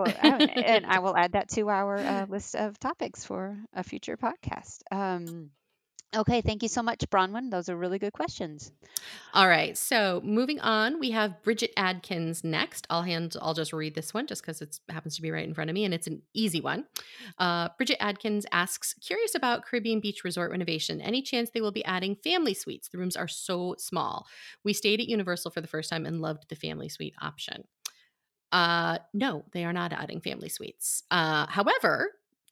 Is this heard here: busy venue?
no